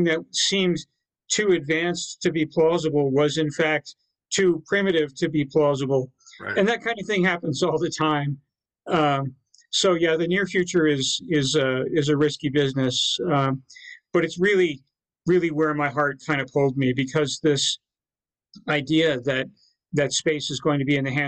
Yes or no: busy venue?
no